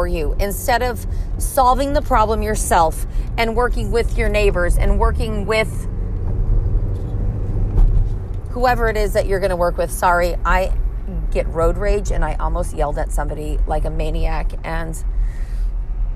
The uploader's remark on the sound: Me in my car